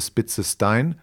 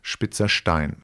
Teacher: Wenn wir zum Beispiel das Norddeutsche uns betrachten, da wird zum Beispiel das SP oder ST eher mit scharfem S gesprochen als mit SCH · Shown in: first take